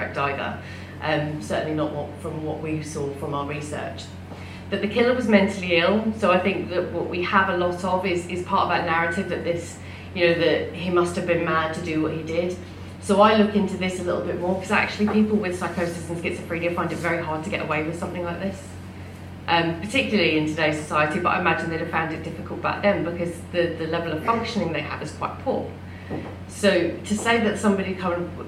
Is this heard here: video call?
no